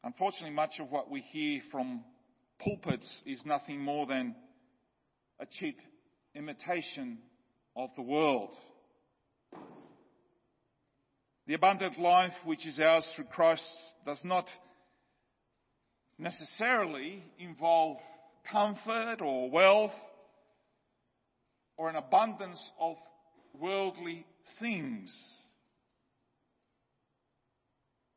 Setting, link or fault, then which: setting, large echoing room